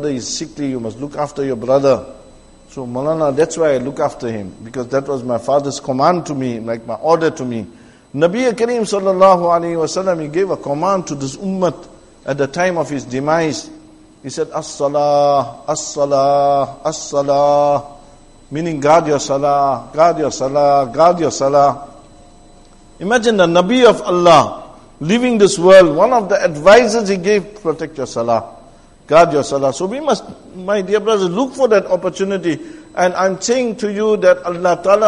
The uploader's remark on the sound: Jumuah lecture at Masjid e Tazkiyah